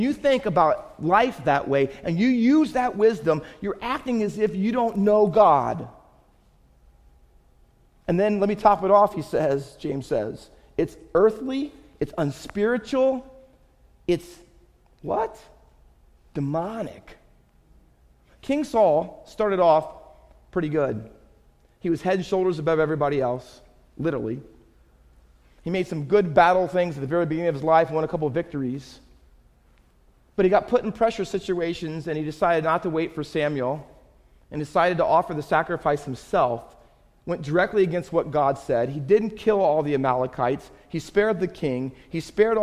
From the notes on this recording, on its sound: Faith Baptist Church in Hamilton, NJ.